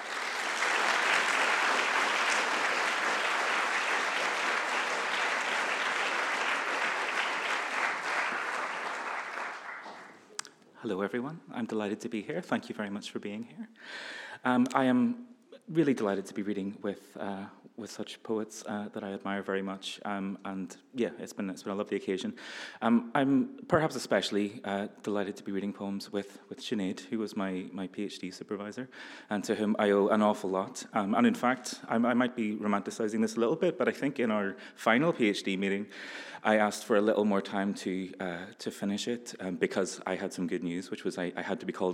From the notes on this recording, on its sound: A live recording of the National Poetry Competition 40th Anniversary Readings at Kings Place, held on 20th March 2019